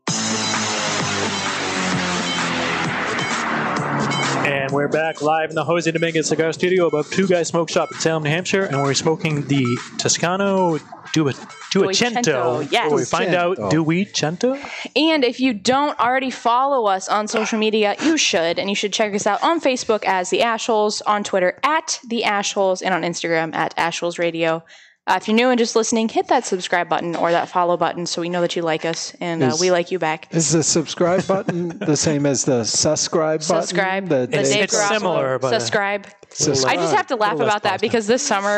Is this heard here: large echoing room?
no